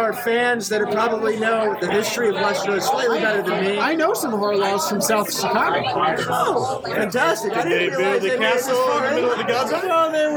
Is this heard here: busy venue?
yes